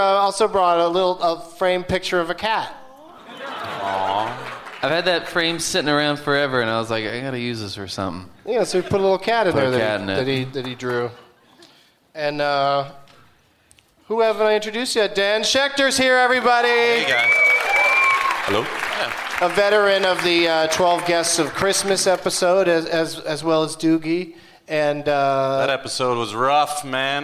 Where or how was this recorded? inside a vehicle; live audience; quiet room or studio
live audience